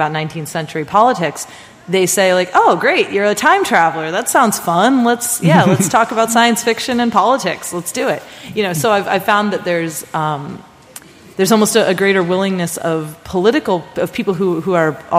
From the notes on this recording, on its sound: at Swecon 2014 – the Steampunk festival in Gävle, Sweden